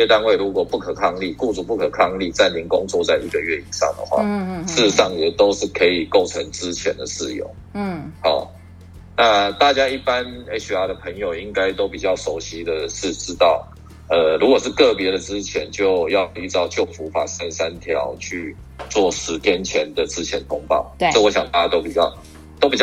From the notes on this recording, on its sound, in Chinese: 本集以call out的方式訪問。音質較不穩定，敬請見諒！